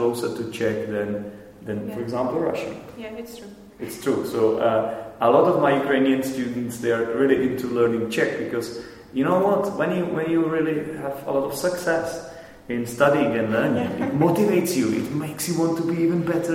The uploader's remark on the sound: This is the second part of the episode recorded in the classroom with the students of mine.